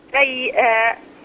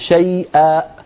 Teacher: أيوة، ولا نقول شيئا. أي إذا قفلنا الوترين الصوتيين يأتي همزة في النهاية · Shown in: second take · وهذا لا يصح.